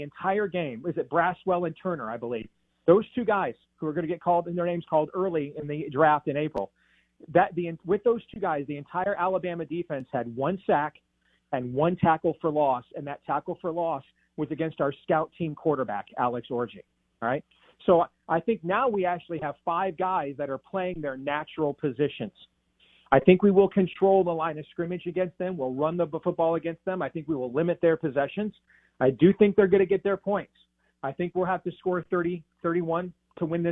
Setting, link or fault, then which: link, phone line